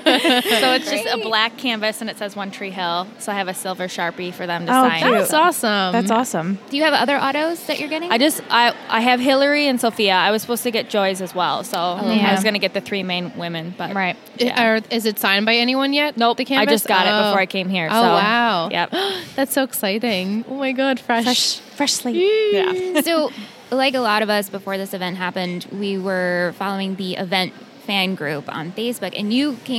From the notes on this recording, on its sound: Recorded LIVE from TRIC.